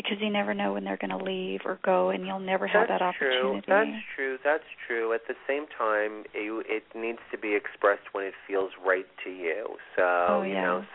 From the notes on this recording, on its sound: This is a call in show with free mini readings!